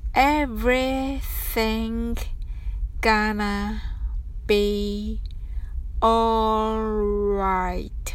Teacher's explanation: alright のらは巻き舌です。完全に強く巻いてください